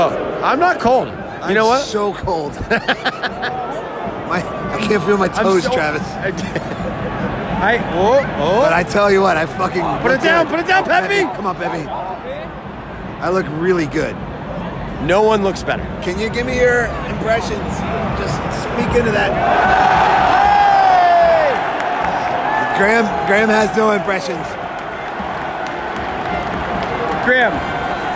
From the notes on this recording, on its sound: Part 1 is the pregame introductions, some sound from at the game and shortly after.